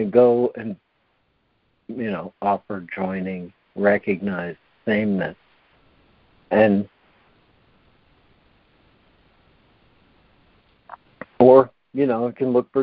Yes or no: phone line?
yes